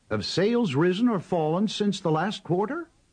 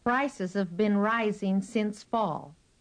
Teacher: Remember to pronounce have and has with the schwa.